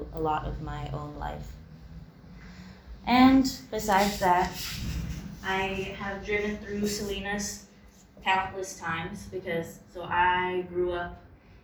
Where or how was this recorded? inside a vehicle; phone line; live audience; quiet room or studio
live audience